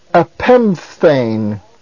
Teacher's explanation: you have the P and the theta coming together, and the P is changed to phi